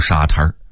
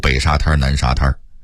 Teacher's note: 沙滩在北京话里一定得加儿音读沙滩 · Term: 儿化韵